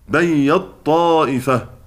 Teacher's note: الناظم بيذكر أن أبا عمرو صاحب الحاء وحمزة صاحب الفاء قرأ بإدغام التاء في الطاء · Term: الإدغام